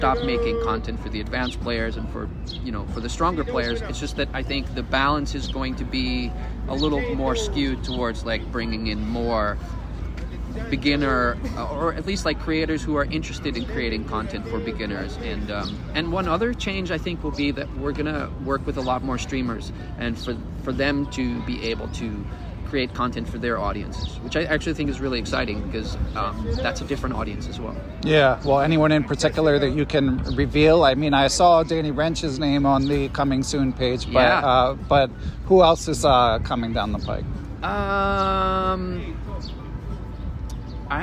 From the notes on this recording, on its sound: Recorded in Washington Square in New York City. We recorded on location from the “chess tables” at Washington Square Park.